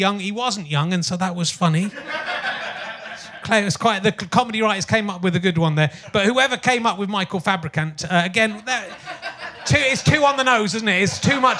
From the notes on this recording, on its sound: back live at the Phoenix